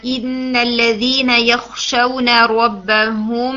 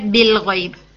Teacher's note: تو ہم یہاں پر کیا کرتے ہیں کہ نیکسٹ لیٹر با کے مخرج کے، اب میم اور با کا مخرج ایک ہی ہے، ٹھیک ہے، میم کا مخرج بھی لپس ہے، با کا مخرج بھی لپس ہے، تو اب ہم با کے مخرج کے اتنا قریب جائیں گے کہ ہم آلموسٹ اس کے مخرج کو ٹچ کریں گے. · Term: اخفا شفوی